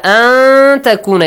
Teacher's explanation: nun sakin plus ta, you hide the sound of nun. Ikhfa of nun is applied.